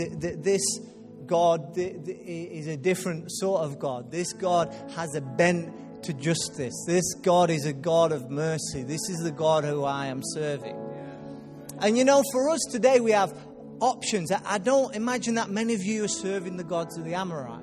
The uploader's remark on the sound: Recorded live at Life Church Lancashire